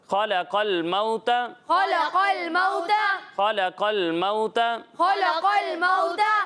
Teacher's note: اب یہاں خا کو بھی پر پڑھنا ہے اور قاف کو بھی پر پڑھنا ہے